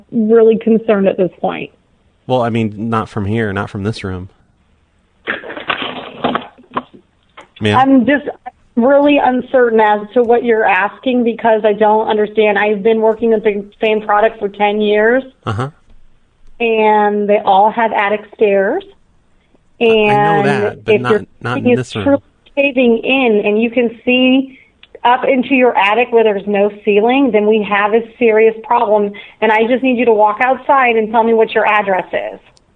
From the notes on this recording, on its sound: Prank Phone Calls